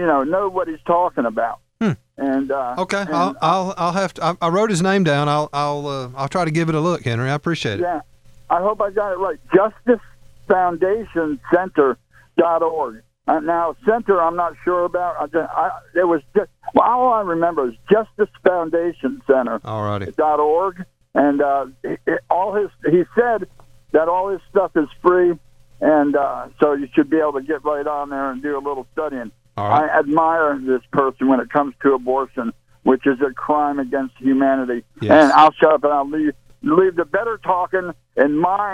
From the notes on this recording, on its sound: takes listener phone calls